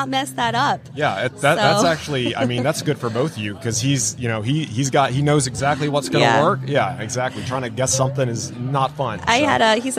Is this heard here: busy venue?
yes